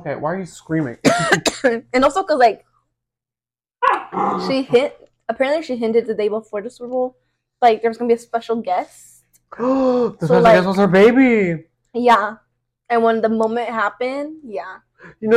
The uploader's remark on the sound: Here’s the final episode of the horrible audio! Again we deeply apologize for the quality.